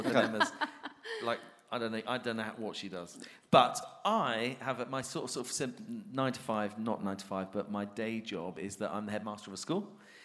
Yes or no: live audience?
yes